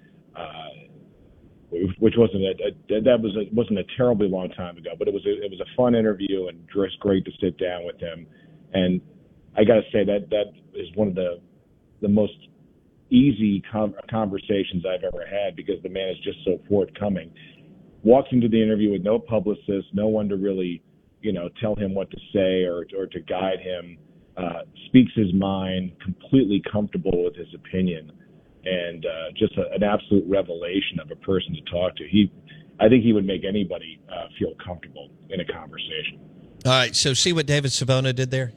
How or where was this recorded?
phone line